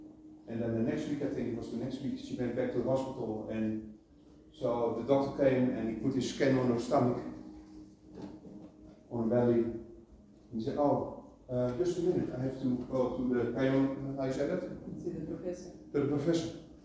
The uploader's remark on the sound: Apologies for the poor quality recording